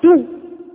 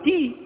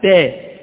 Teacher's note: تاء مضمومة تقول تو، تاء مكسورة تقول تي، تاء مفتوحة تقول تاء